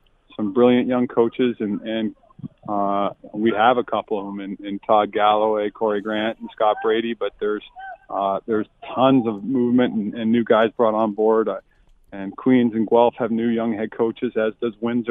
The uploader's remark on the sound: live from the practice field